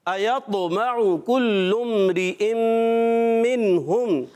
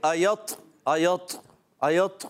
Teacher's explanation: अच्छा, तौ की अदायगी, तौ कुरान पाक का सबसे मोटा हर्फ है तौ, और इसमें आपने कलकला भी करना है, आवाज लौट कर भी आएगी · Shown in: first take